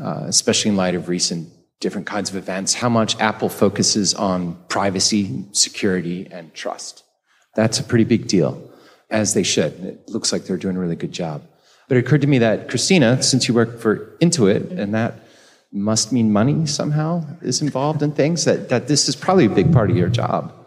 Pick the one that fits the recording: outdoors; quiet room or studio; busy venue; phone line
busy venue